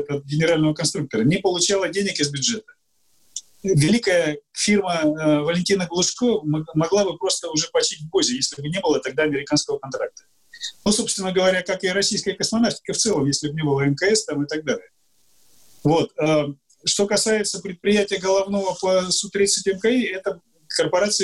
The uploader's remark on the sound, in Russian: Данный подкаст записан с помощью Zoom